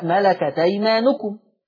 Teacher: نقلنا حركة الهمزة إلى التاء · Term: النقل